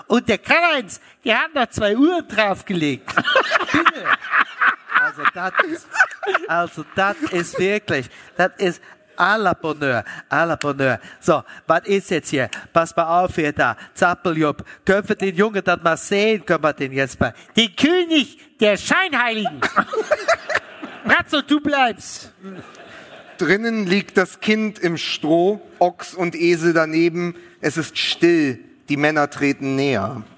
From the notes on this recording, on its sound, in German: LIVE AUS HAMBURG. Unser Live-Auftritt.